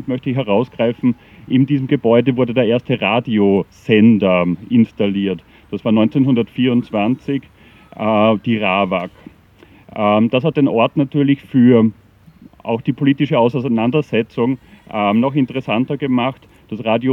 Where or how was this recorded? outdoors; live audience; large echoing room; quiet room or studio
outdoors